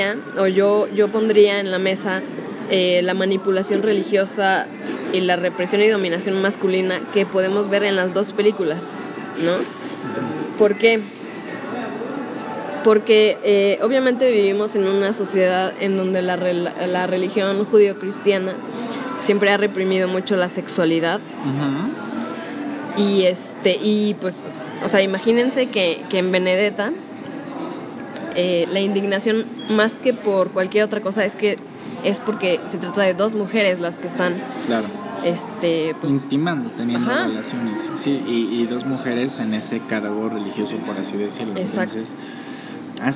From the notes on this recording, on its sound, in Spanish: grabado en un café